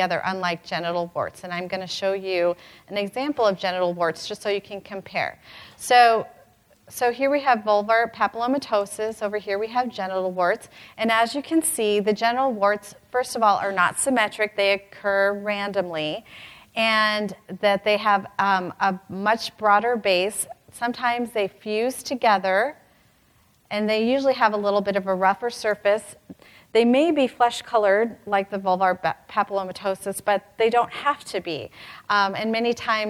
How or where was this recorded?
live audience